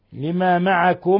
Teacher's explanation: ميم ساكنة أضغمت في الميم المتحركة التي تليها · Term: إضغام مثلين صغير بغنة